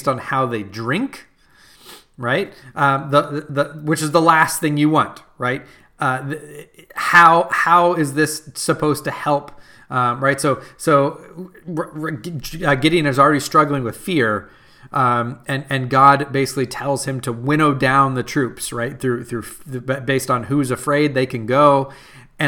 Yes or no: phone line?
no